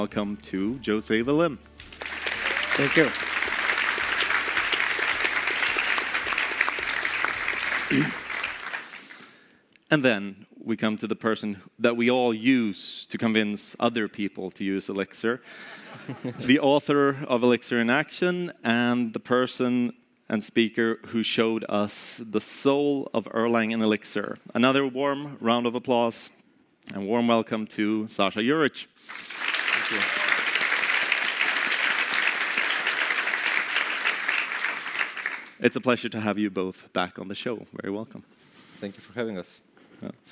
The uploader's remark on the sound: Live From CodeBEAM in Berlin! For a live recording of the pod at CodeBeam!